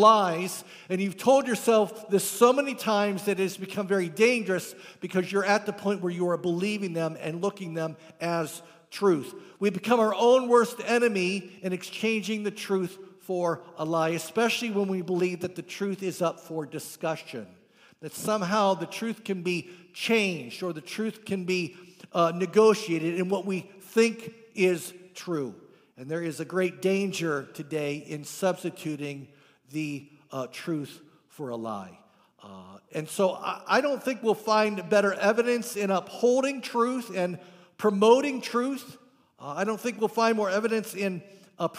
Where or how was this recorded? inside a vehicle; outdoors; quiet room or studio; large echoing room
large echoing room